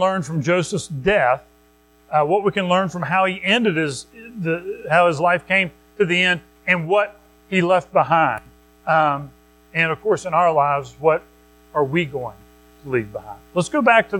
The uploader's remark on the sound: Recorded at Madison Baptist Church in Madison WV on Aug 20, 2023